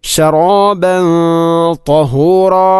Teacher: ത്വവും ഖനമുള്ള അക്ഷരമാണ്, അഥവാ കനപ്പിച്ച് ഉച്ചരിക്കേണ്ടതാണ്. ഇസ്തിഇലാഇൻ്റെ അക്ഷരമാണ്.